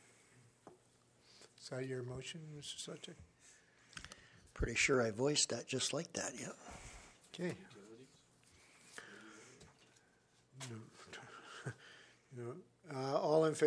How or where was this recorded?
large echoing room